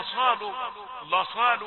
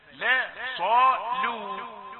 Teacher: الصاد هو الحرف المفخم، لا صا، ثم تعود للترقيق في اللام الثانية · Shown in: second take · Term: الترقيق